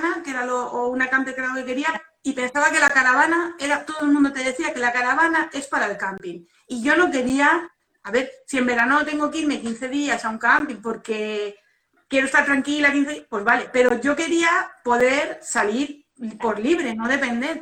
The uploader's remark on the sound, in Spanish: volcar el audio del directo de Instagram del domingo 24 de mayo de 2020